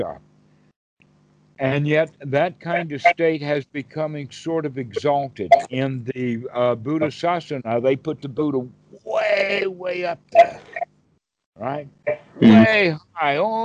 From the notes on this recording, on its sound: Skype calls on this channel. Recorded calls.